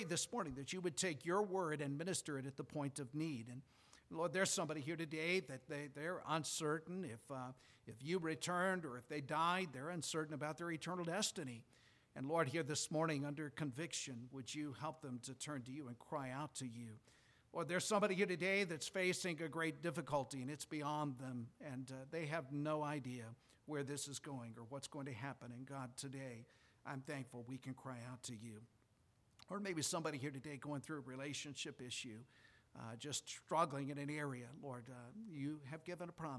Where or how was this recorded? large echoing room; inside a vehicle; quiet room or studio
large echoing room